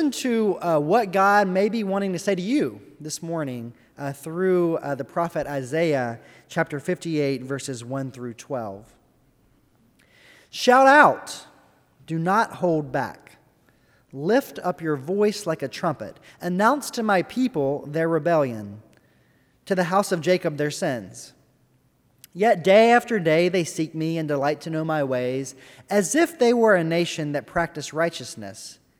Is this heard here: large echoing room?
yes